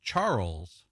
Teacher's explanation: you could pronounce it Charles, and now you've had a stress on the first part of it, and you developed it into 2 syllables